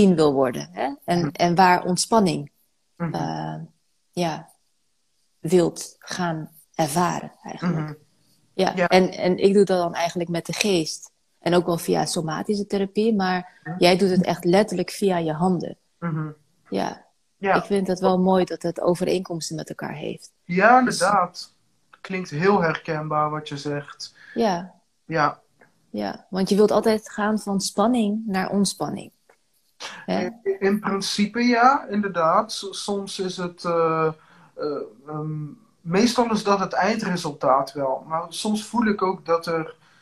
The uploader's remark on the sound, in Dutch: deze EnergyTalk is opgenomen op InstaLive